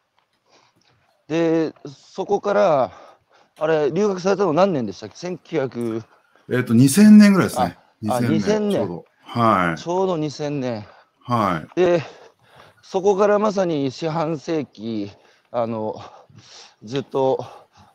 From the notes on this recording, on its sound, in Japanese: 歩くラジオ。歩きながら1時間、対談する。